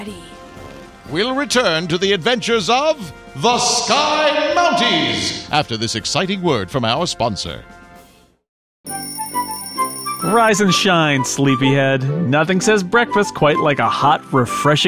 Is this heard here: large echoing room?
no